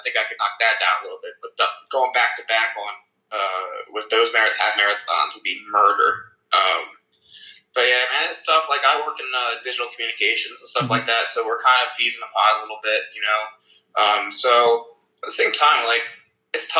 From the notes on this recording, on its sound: jumped on an Instagram Live stream and we have the audio!